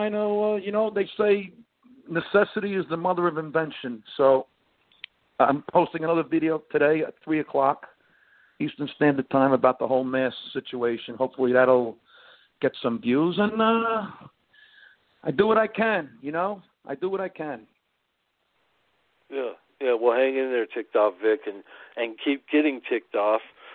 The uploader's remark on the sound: called in for a talk